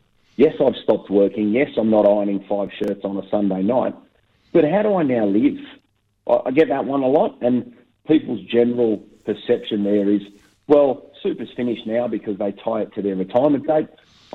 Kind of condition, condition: link, phone line